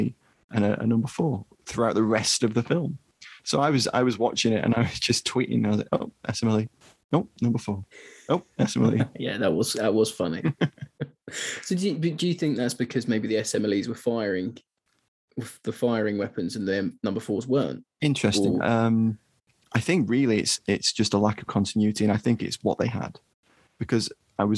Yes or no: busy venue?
no